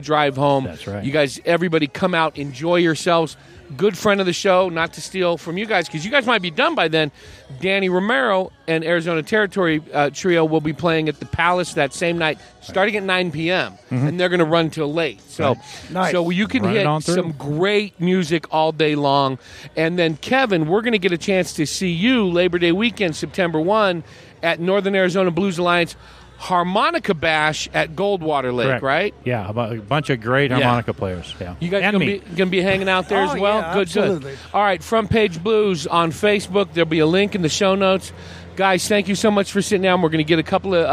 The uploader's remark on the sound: Recorded on the patio at Marks Beer Garden in Prescott.